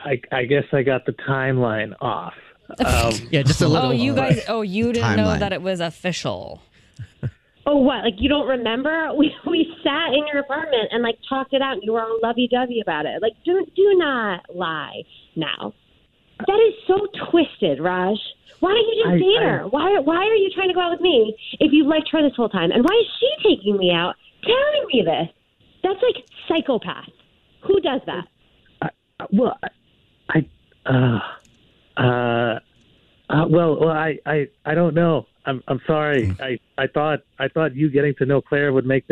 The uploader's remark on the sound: A Phone Prank